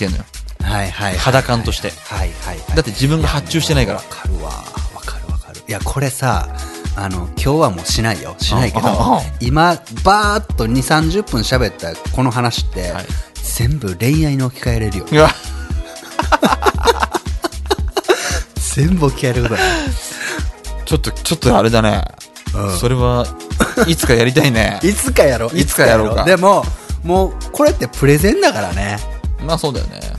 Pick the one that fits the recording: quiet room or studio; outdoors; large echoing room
quiet room or studio